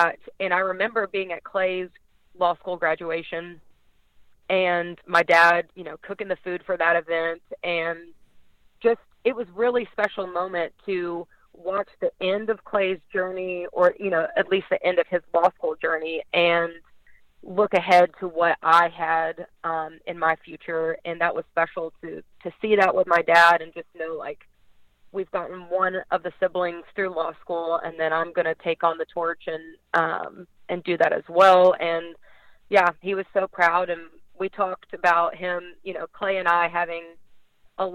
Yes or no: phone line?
yes